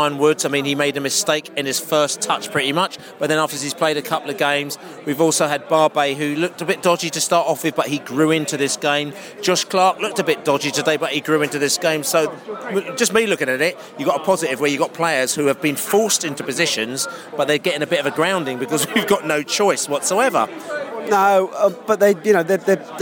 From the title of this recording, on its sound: post match podcast from the pub